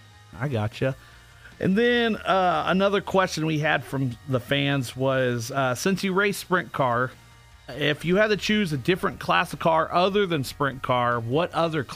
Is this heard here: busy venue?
no